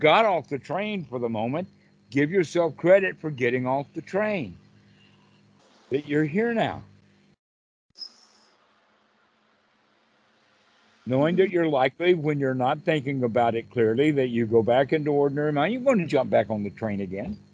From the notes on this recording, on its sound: Skype calls on this channel.